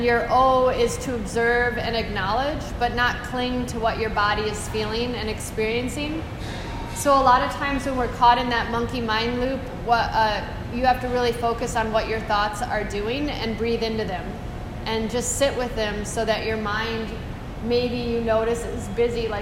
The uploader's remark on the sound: This is a live excerpt of a recording during a corporate enrichment workshop for a group of employees